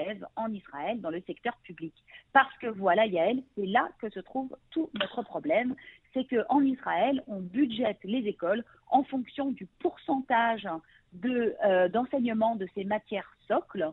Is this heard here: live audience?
no